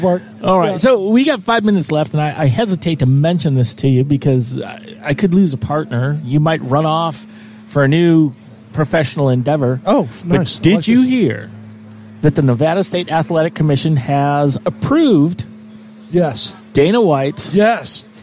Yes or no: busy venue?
yes